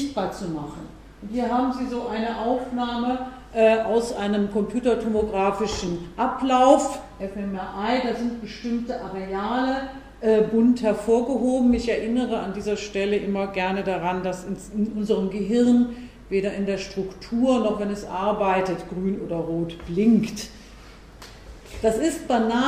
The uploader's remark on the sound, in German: Mitschnitt des Vortrags. Universität Innsbruck.